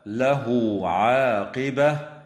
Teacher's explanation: وتوصل الهاء في قوله تعالى: له عاقبة، بواو تمد حال الوصل بمقدار حركتين من قبيل مد الصلة الصغرى